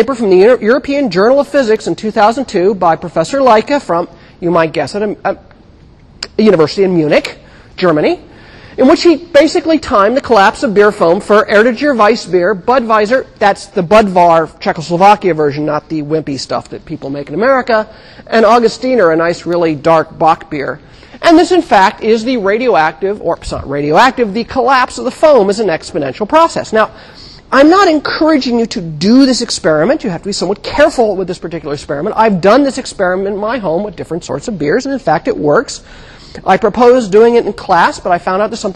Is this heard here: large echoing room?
yes